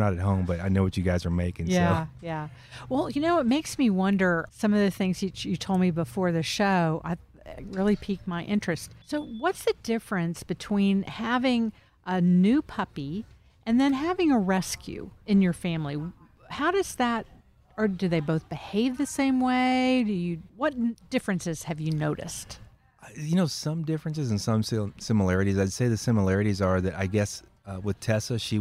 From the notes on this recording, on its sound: Recorded at Wheelers Western Outfitters